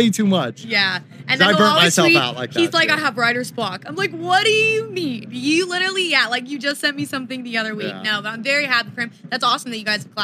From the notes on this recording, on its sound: Live from Forbidden Kingdom. This was filmed on site at Insomniac Event's festival Forbidden Kingdom.